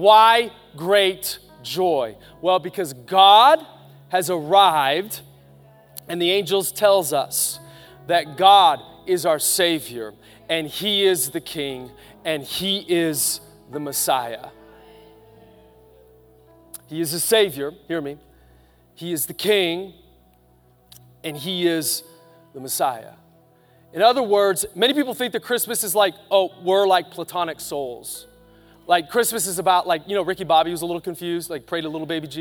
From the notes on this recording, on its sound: Live from Capital Church on Christmas Eve 2019